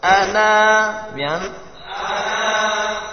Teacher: ana kalau berhenti 2 harakat